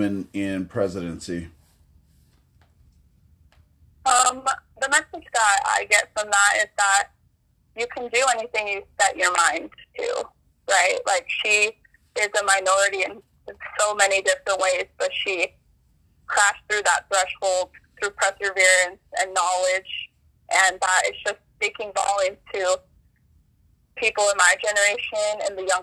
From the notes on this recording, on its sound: Phone interview